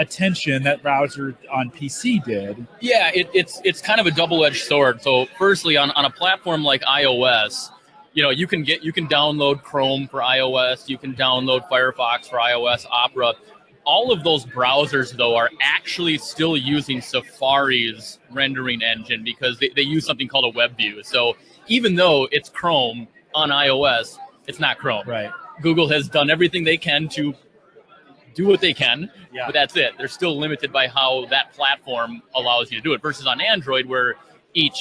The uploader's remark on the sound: Live from Infotec 2016